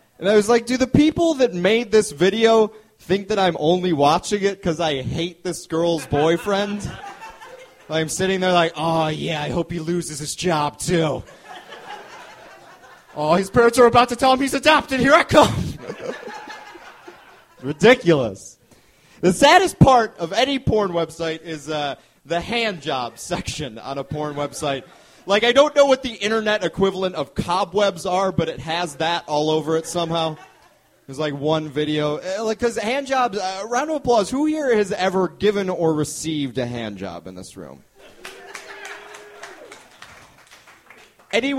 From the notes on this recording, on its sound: This episode was recorded at the Hungry Brain in April 2011.